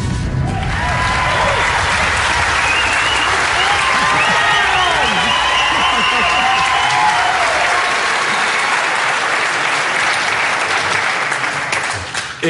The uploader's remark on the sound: Live from Bozeman